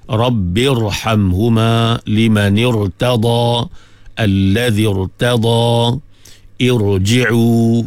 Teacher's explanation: Ra dibaca dengan tebal. Walaupun sebelum dia kasrah, irtada. Tapi kasrah tu bukan kasrah asli.